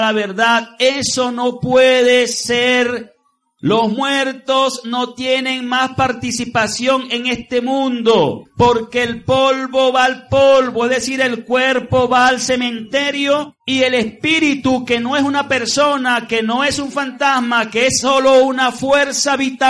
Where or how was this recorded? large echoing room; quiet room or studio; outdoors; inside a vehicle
large echoing room